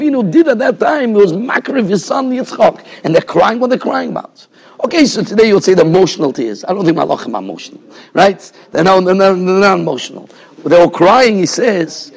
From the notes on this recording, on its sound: Shiur recorded in Yeshivas Ohr Reuven, Monsey, NY.